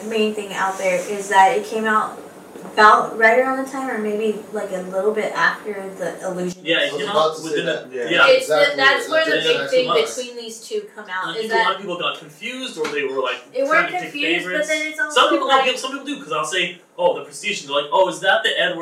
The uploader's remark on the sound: Our apologies for some spotty audio involving a nonfunctional microphone (thankfully we were able to salvage audio from a camera) and fireworks going off down the street at Disneyland.